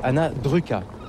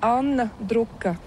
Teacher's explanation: en letton, les voyelles sont un peu plus profondes et l'accent est toujours sur la première syllabe · Shown in: second take · Term: prononciation lettonne